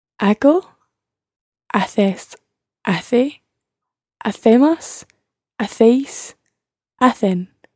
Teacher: notice in every single one of them, you've got a silent H.